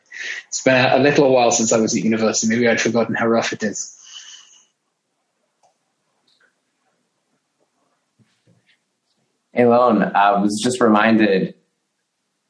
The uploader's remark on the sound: international Zoom session